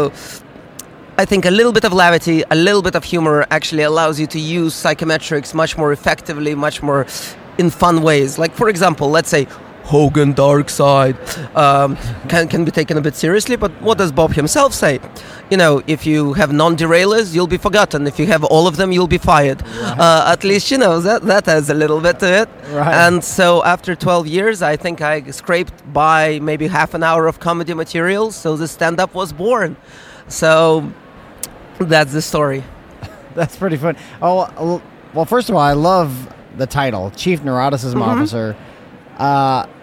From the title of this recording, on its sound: Live from SIOP